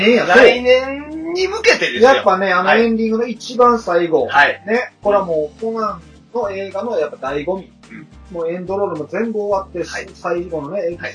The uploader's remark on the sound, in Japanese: 平成最後の更新に限ってとても音声悪いですが、よろしく